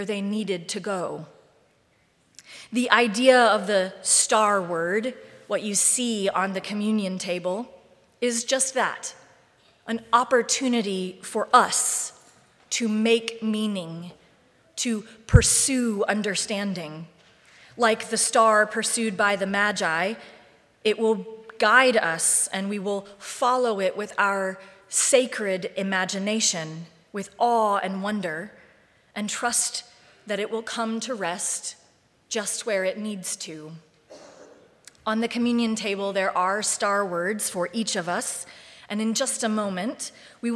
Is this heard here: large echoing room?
yes